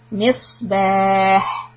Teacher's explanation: if you stop here on the ha, then make sure that the ha is very light and airy